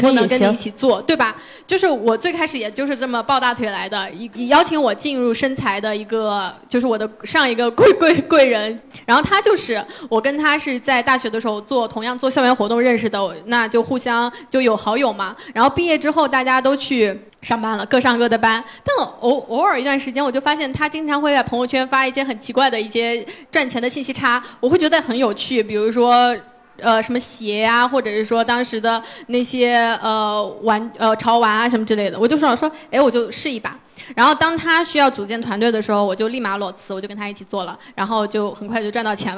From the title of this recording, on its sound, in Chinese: 杭州听友会特辑